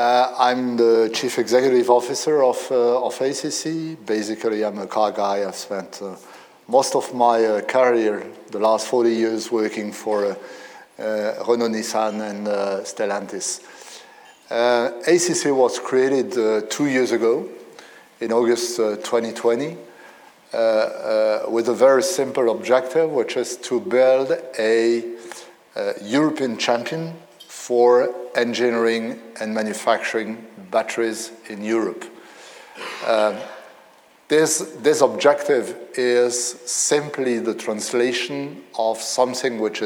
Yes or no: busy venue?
yes